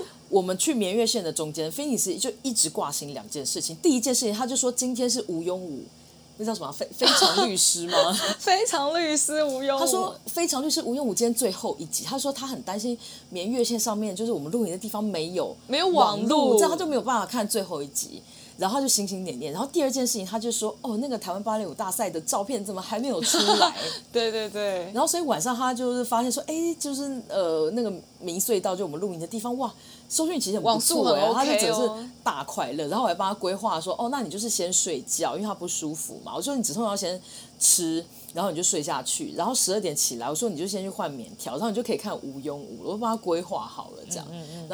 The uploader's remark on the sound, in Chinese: 本週我們使用了新到貨的dji大疆無線麥克風錄音，殊不知仍無法避開轟隆隆的老舊冷氣運轉聲，請聽友們多多海涵囉。